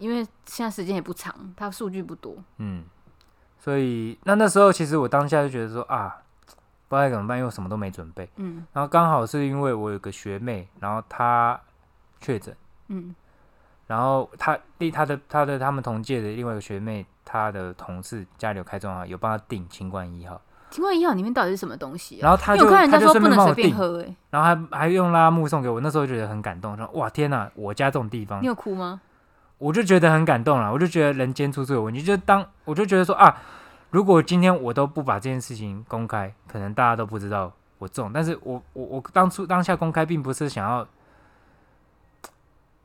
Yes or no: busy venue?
no